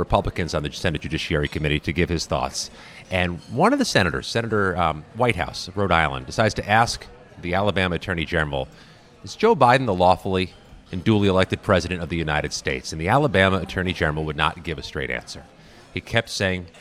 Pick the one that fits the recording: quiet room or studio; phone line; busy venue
busy venue